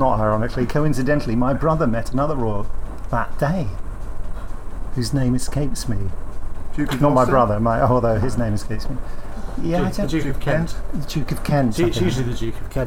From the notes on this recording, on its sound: turns up at a company meeting with a recording device determined to do a podcast